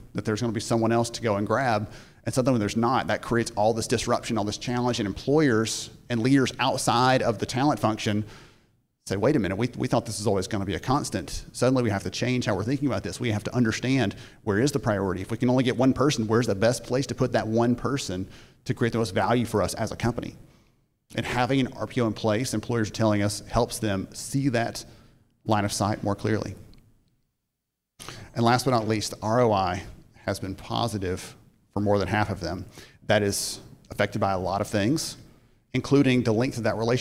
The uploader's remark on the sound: a short portion of his 2022 keynote address at the Recruitment Process Outsourcing Association Annual Conference in Chicago